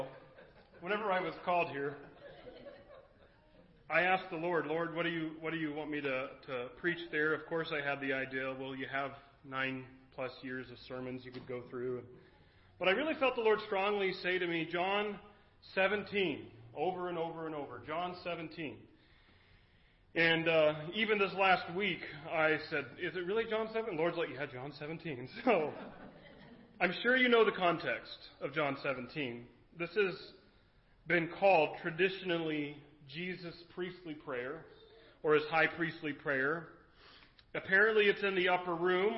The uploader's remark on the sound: Recorded at Kamiah Valley View Church of the Nazarene